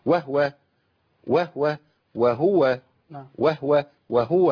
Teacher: خد بالك انت كده بتسكن الهاء، وده موجود في بعض الروايات، لكن عندنا عند الامام حفص وهو الهاء ايوه مضمومه.